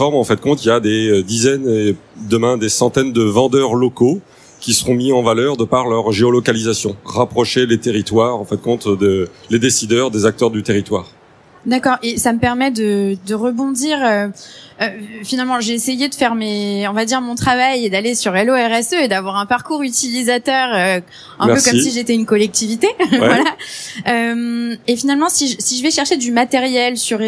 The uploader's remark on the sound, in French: Enregistrée le 02/12 à Paris Expo Porte de Versailles